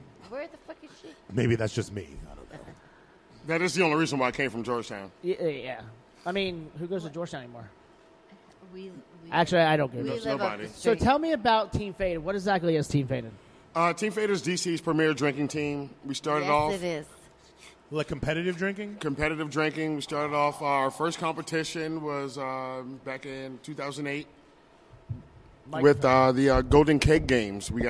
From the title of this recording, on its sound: Live From One Eight Distilling